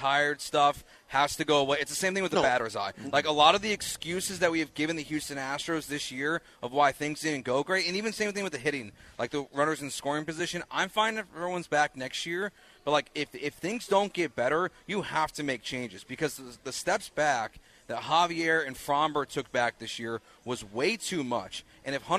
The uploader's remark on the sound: LIVE from The Tailgate!